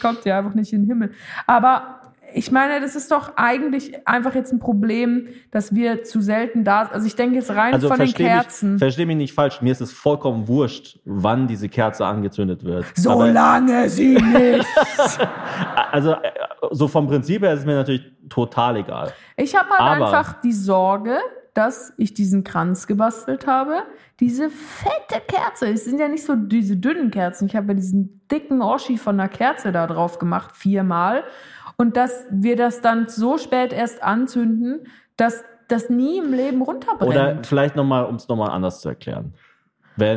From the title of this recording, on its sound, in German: Ofenfrisch in Köln (Live)